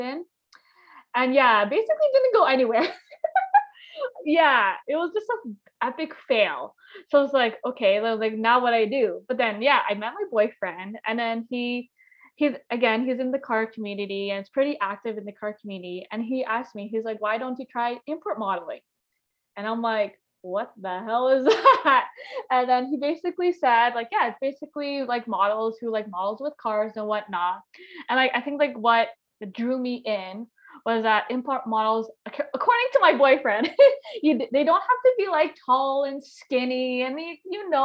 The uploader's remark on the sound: podcast was recorded on Zoom